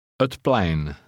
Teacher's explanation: read the first word as unstressed, pronouncing it ut.